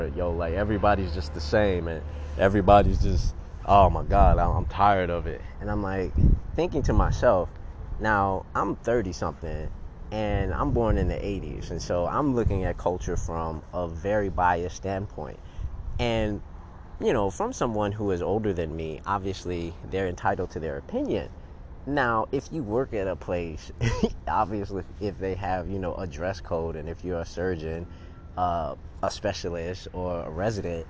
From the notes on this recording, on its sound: On the street recording